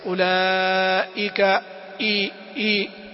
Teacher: حرف الهمزة يخرج من أقصى الحلق، وصفاته الجهر والشدة والاستفال والانفتاح. ينبغي أن يراعى في نطق الهمزة ما يلي: أن تخرج الهمزة من مخرجها الصحيح ولا تتقاصر عنه، وأن توفى صفاتها اللازمة والعارضة.